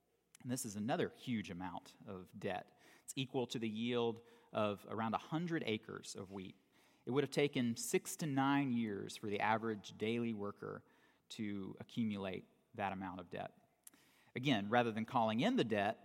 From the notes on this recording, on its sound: For the last Sunday of 2018 at Redeemer Presbyterian Church in Charleston, SC